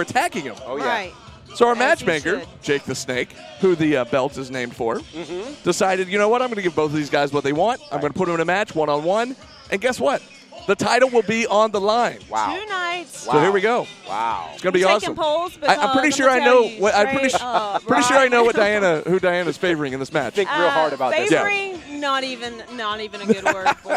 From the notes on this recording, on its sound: the LIVE SHW58 Year Of Honor Pre-Show from The Action Building in Canton, Georgia!